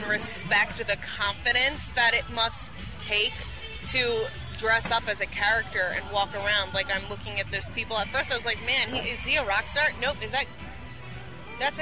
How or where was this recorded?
busy venue